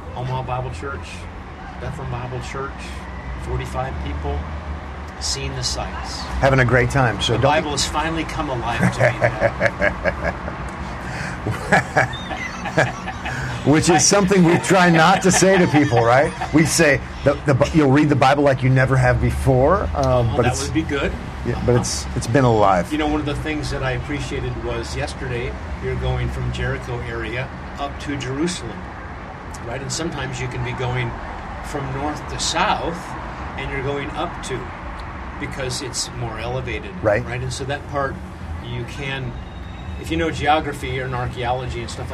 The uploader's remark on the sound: Recorded on location in Israel.